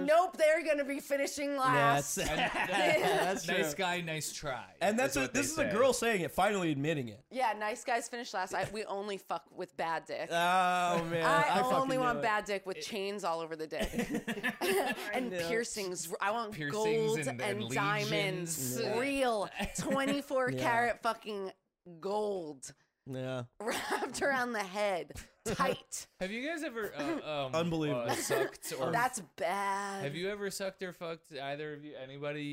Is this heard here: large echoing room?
no